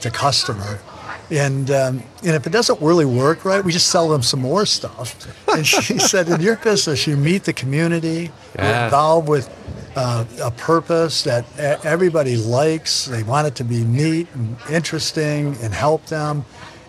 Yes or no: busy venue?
yes